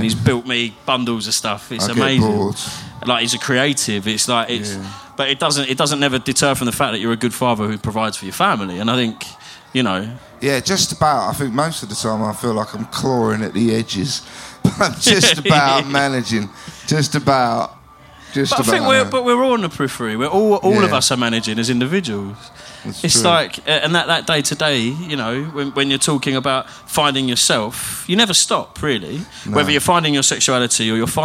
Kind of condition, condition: setting, live audience